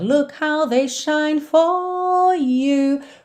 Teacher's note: alonga o O e entra no you sem enrolar o R